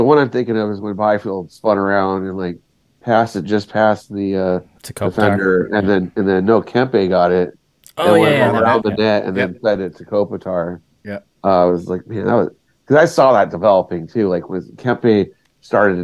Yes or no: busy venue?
no